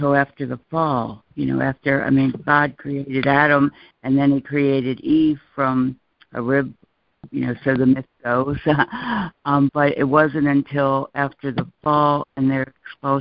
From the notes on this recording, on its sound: are joining together on a Free Conference Call